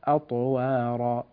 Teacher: فخم حرف الطاء حتى لا تكون مثل التاء